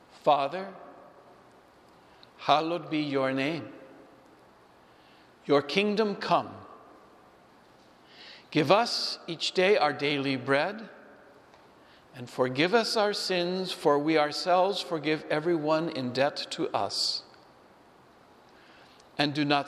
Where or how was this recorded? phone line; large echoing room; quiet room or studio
large echoing room